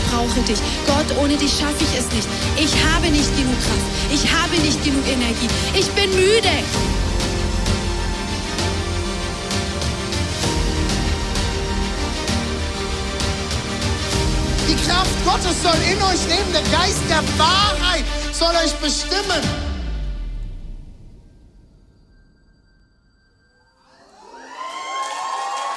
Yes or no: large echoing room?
yes